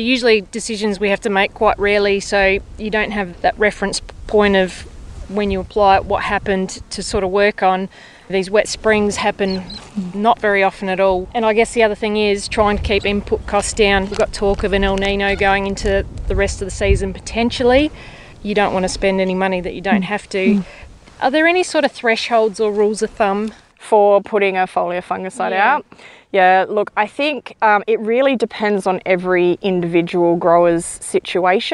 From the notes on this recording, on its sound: Coming to you from the GRDC Grain legume Production hub site field day at Loxton